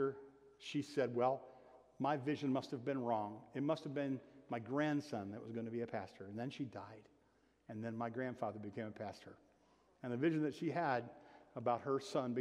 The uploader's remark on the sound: (Sermon) Audio. Bethel Church–Jackson.